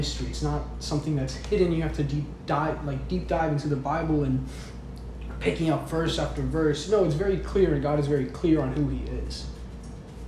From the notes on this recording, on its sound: This is a recording of a service I gave.